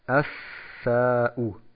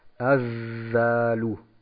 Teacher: Also wir merken, hier gibt es ein Summen beim Sal und dadurch unterscheiden sich diese Buchstaben exakt. · Shown in: second take